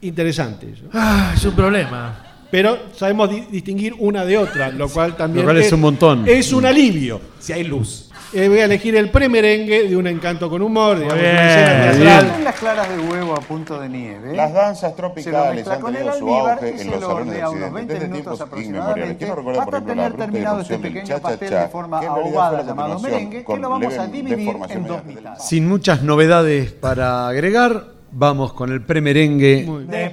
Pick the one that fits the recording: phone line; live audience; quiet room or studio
live audience